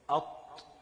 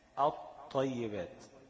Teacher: كلمة الطيبات جه لام بعدها طاء، هقلب اللام لإيه؟ لطاء · Term: اللام الشمسية